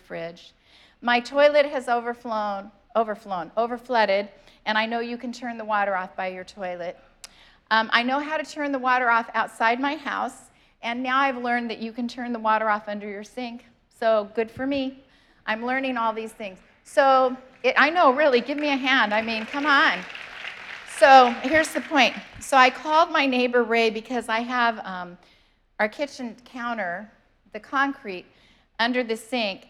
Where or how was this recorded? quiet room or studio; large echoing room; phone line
large echoing room